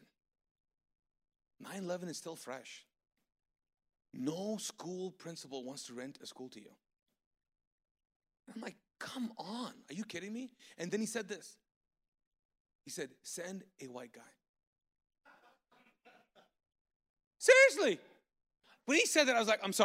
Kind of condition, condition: setting, large echoing room